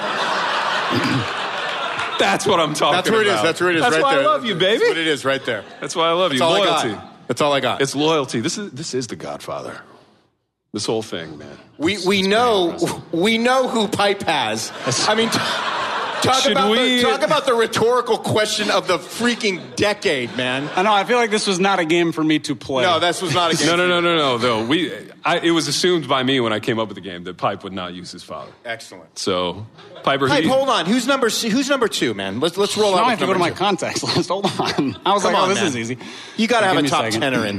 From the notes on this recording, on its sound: LIVE and in person at a hipster church in East Louisville